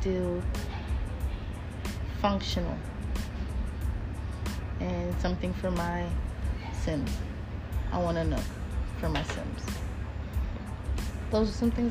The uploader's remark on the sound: Sorry about the background noise we were outside.